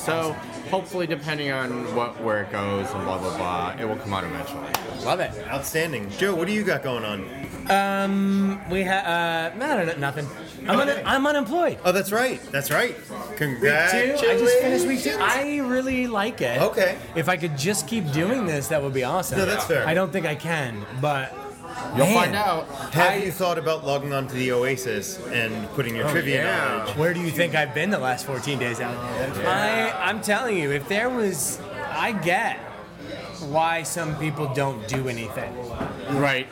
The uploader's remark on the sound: Recorded live at The Holloway in Los Angeles, CA.